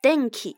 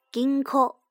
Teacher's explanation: 播音后面接的是咔行、嘎行，还有咔行、嘎行这种软腭音